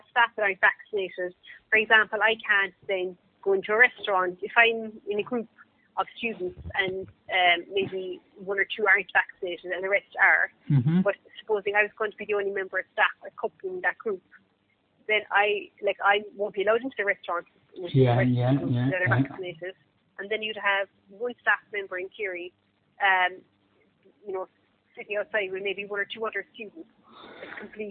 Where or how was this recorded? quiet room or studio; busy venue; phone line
phone line